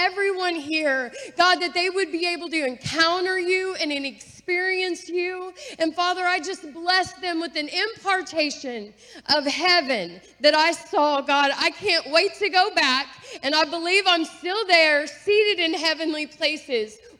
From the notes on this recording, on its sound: This message was recorded on October 8, 2023, at Gateway Church in Richmond, Indiana.